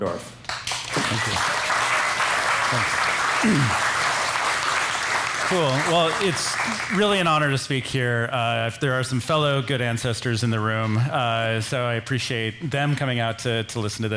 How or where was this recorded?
busy venue